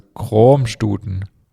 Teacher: Dann gibt es Kroamstuten, wird mit einem langen, offenen O ausgesprochen.